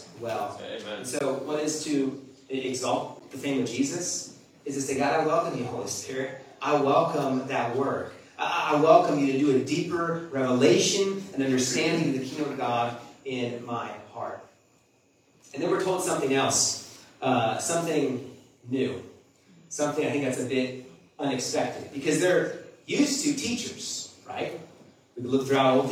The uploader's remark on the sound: Our apologies that the audio isn't a clear as usual.